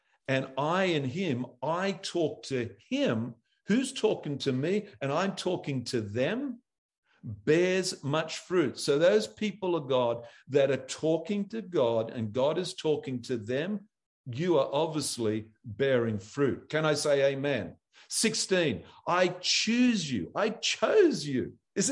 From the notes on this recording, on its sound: ZOOM Church sessions